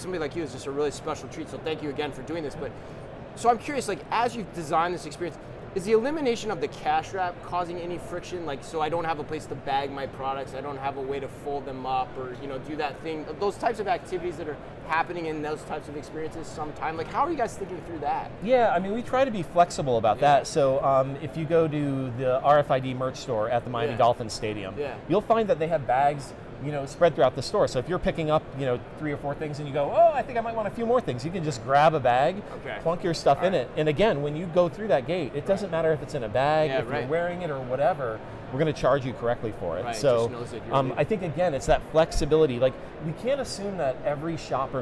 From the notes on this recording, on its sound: Live From NRF. LIVE FROM #NRF2024.